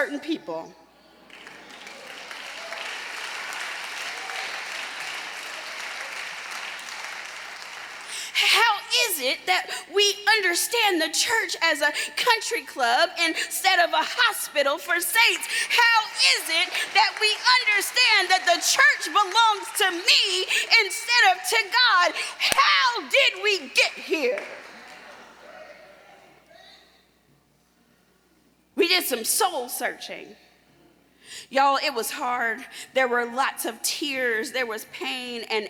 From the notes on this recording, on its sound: Delivered a powerful message at the Service of Holy Communion at the Florida Annual Conference in June 2023.